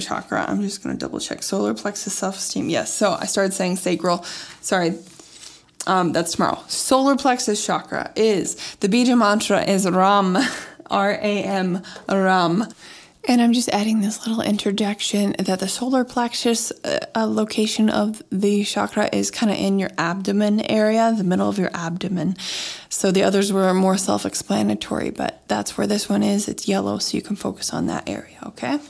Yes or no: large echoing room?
no